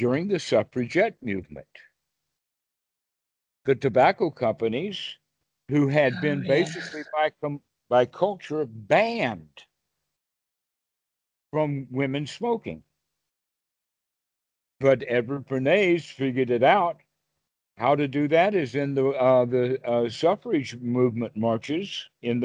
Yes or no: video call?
yes